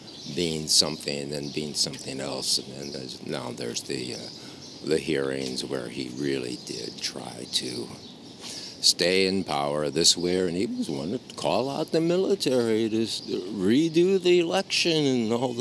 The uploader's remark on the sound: All recorded on the sidewalks and parks of exterior NYC. He has tried to make the podcast louder technically.